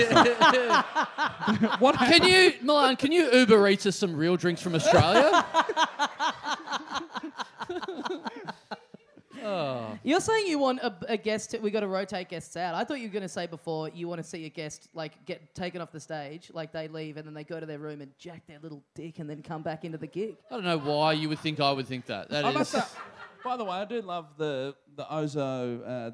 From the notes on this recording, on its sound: Recorded LIVE at the OZO Chaweng Resort in Koh Samui on June 1, 2017.